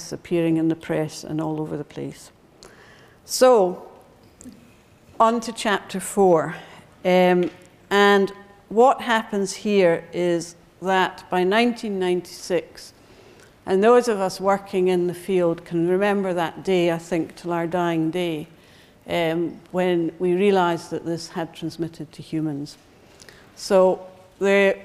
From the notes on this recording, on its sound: Recorded on 4 October 2012 in the Anatomy Lecture Theatre at the University of Edinburgh